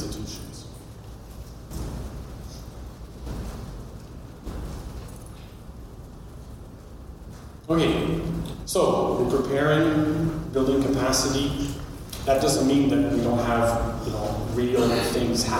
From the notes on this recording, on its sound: A speech we recorded from the recent Canadian Space Summit held in Ottawa. At the Canadian Space Summit.